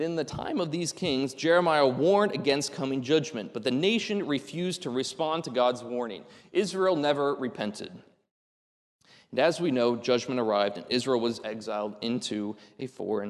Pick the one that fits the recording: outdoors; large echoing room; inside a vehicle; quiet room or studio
large echoing room